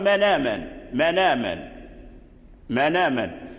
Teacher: النون في من آمن ساكن، فحذف ورش الهمزة في آمن ونقل حركتها إلى النون · Term: النقل